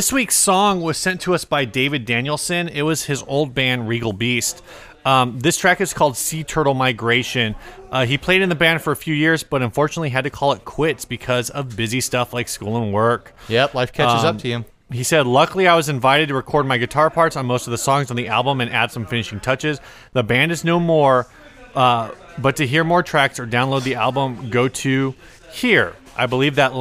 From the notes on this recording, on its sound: sit down at the Salvage Custom Shop 4th year anniversary party to take in the vibe and record a podcast